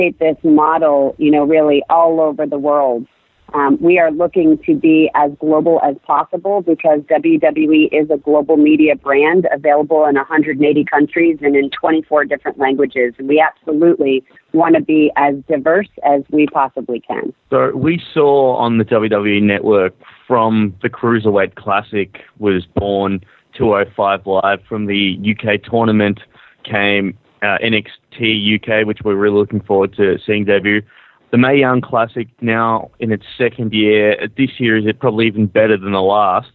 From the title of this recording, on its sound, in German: am Telefon